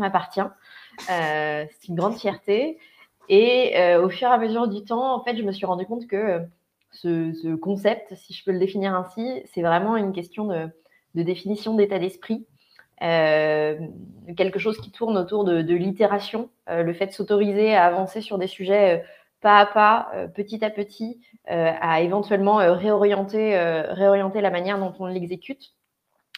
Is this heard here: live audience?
no